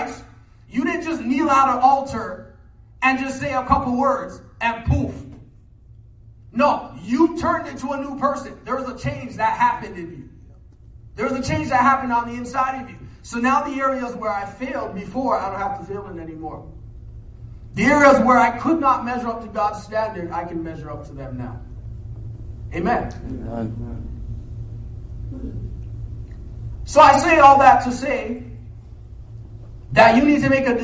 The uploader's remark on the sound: Live Sermon